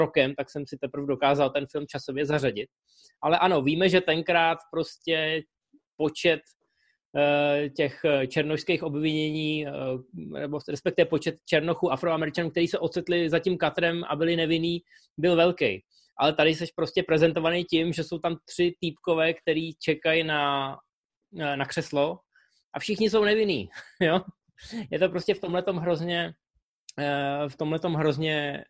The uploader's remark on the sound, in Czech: Pořád ještě jedeme přes Zoom, takže omluvte horší obrazovou a zvukovou kvalitu.